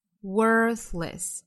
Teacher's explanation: 美音要注意的就是 worthless，第一个音节读成 worthless，是一个卷舌元音